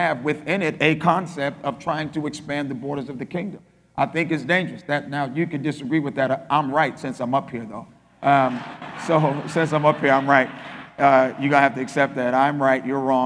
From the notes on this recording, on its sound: spoke at our REFRESH conference in Nassau, Bahamas